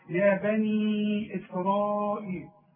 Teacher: ومد اربع حركات عند الوصل علشان بعدها همزه